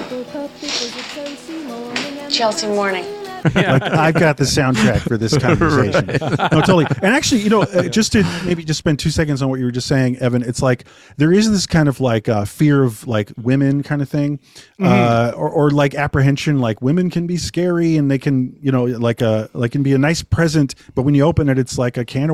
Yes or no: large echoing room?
no